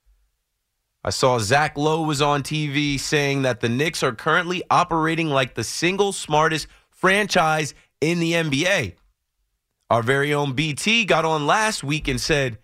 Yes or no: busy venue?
no